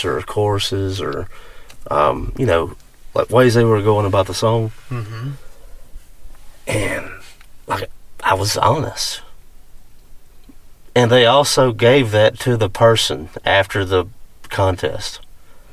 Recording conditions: inside a vehicle